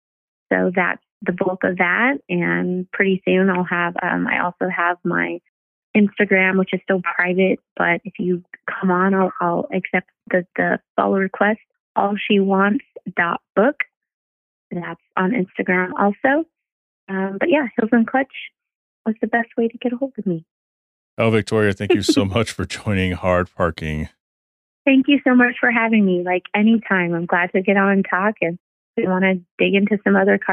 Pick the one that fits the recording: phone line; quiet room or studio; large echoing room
phone line